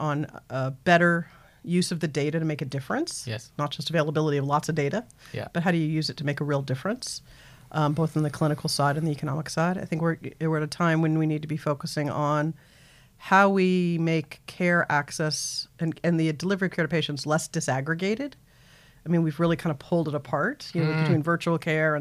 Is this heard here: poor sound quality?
no